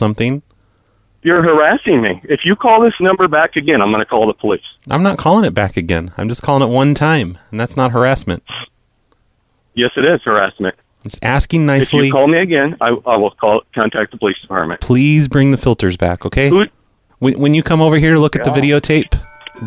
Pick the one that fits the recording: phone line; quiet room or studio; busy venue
phone line